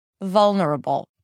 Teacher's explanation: the first syllable is more stressed. So I engage more energy here. Vol, it's a little higher in pitch than the rest of the syllables that are soft, lower in pitch, and shorter. · IPA: ˈvʌlnəɹəbəl